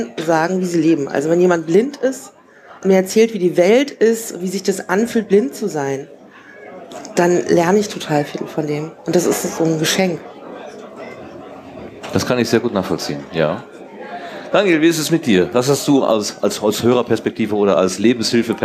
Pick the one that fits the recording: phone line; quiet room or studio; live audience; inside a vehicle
live audience